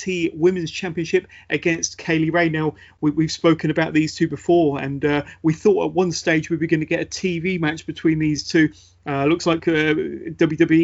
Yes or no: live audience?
no